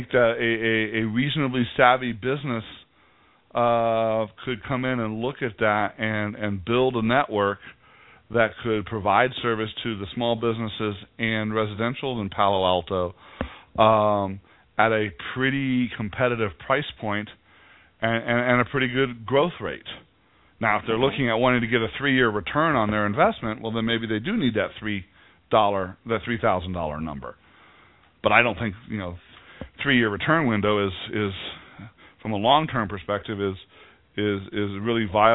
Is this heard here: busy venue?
no